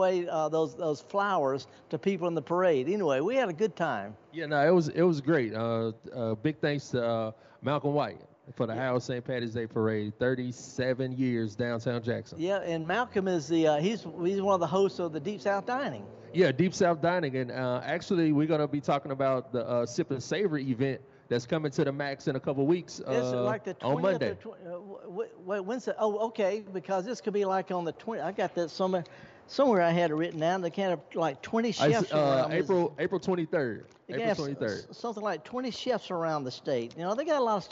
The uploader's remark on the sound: Returns to the Mississippi Arts and Entertainment Experience in Meridian for a live broadcast from the courtyard. Always happy to step outside the studio and be among the people. With another great event at The Max.